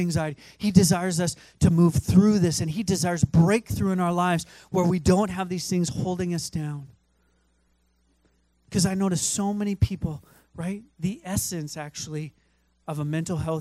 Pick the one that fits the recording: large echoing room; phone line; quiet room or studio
large echoing room